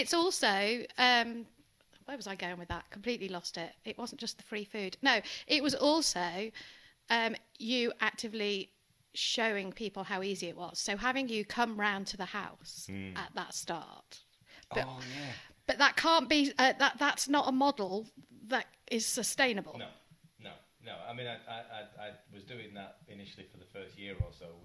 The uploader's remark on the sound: apologies for the unbalanced audio!